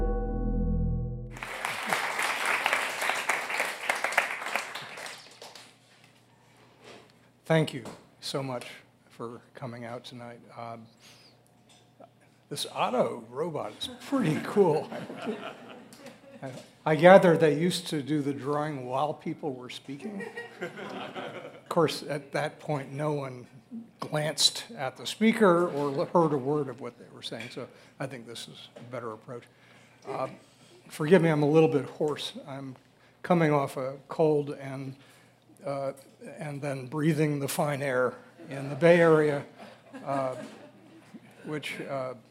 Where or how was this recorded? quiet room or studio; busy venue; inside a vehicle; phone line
busy venue